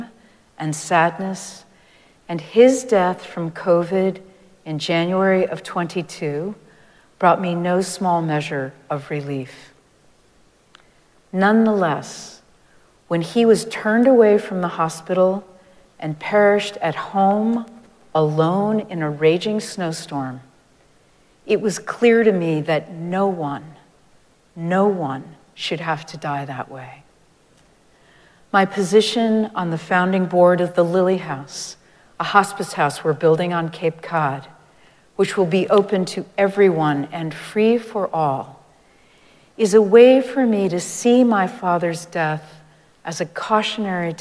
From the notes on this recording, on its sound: Recorded live at Arlington Street Church